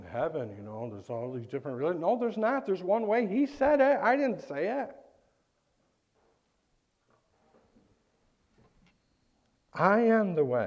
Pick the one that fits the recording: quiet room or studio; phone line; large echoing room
large echoing room